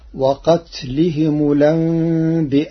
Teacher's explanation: قرأ ورش كلمة الأنبياء بنقل حركة الهمز إلى الساكن قبله ثم حذفه، ثم أبدل الياء همزة مع مد المتصل لنطق الهمزة صحيحة فتصير وقتلهم الأنبياء.